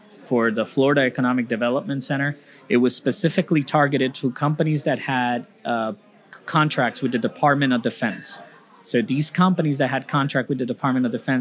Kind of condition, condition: setting, busy venue